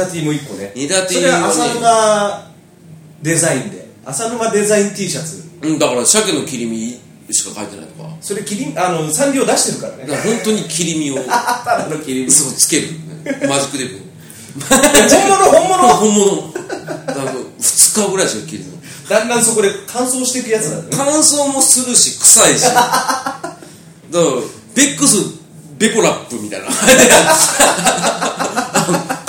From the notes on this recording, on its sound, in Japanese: カラオケボックス収録なので音声は悪いですが